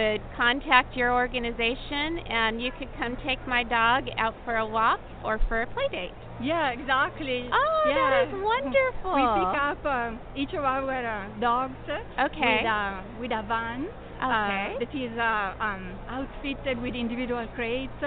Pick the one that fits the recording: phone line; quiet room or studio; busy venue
busy venue